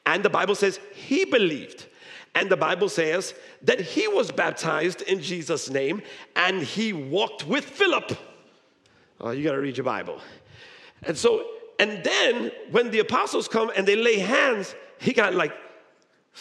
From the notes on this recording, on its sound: Recorded live at High Place Church, Merchantville, NJ.